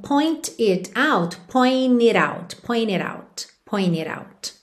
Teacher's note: Lembrando, a gente já viu várias vezes também esse padrãozinho de pronúncia quando a gente tem um final de, de palavra, ou às vezes até mesmo um final de sílaba, com NT, e na sequência uma vogal, às vezes esse T é omitido e a gente liga no N